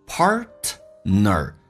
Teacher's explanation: 在口语化当中 partner 那个 t 通常是不发音的，那么到这边气流就阻塞一下